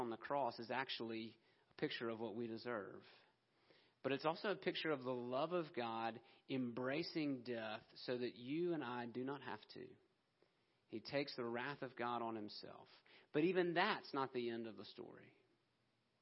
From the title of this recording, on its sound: Christmas Eve Service 2020 - Audio